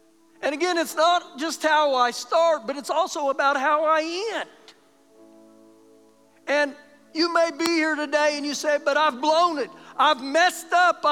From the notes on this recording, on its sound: Recorded live during our Sunday morning service